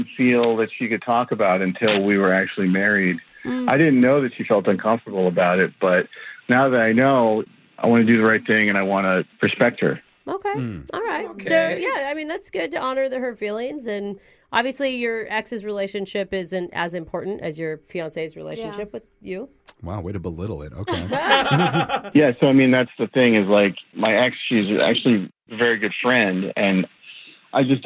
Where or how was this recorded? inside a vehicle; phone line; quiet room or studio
phone line